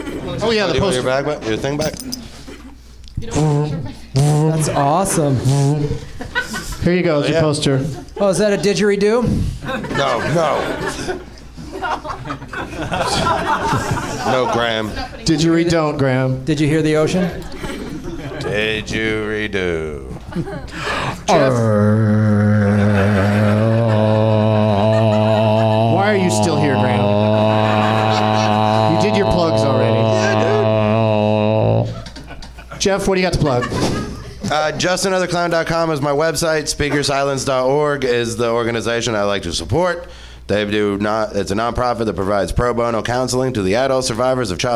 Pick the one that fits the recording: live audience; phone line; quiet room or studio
live audience